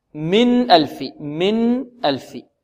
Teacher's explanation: بغنة ناقصة، من ألف، من ألف، يعني نون خارجة من مخرجها من طرف اللسان · Term: الإظهار